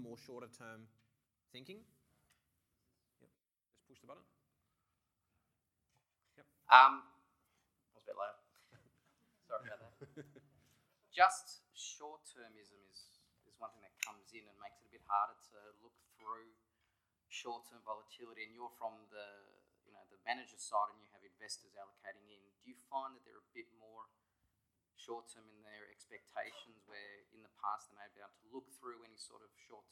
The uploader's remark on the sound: One session at the Conexus Financial, Investment Magazine, Absolute Returns Conference. Held at the InterContinental Hotel, Double Bay.